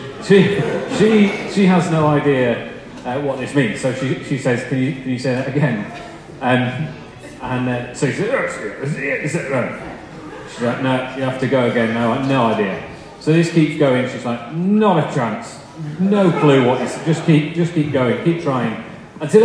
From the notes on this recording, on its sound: Sorry, the quality of the recording of this talk is poor.